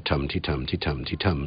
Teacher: the stresses fall at roughly regular intervals in the stream of speech. You get a tum-ti-tum-ti-tum-ti-tum sort of effect. · Term: stress-timed rhythm